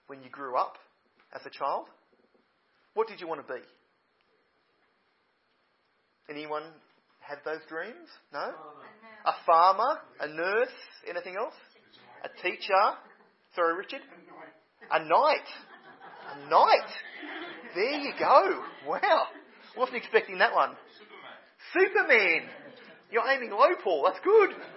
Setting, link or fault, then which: setting, large echoing room